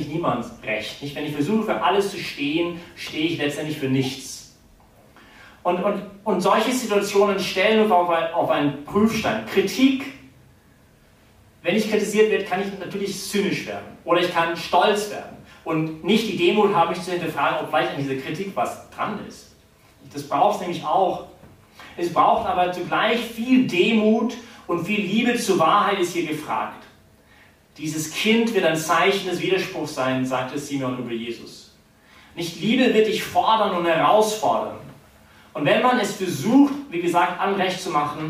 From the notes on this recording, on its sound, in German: die Predigt wärhend der BeFree Messe gehalten